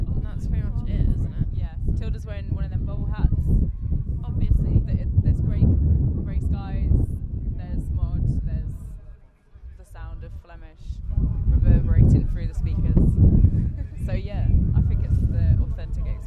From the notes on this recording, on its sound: Headed over to Belgium to watch the CAPS Urban Cross X2O Trofee in Kortrijk. I forgot the muff for the microphone (sorry about the wind!!).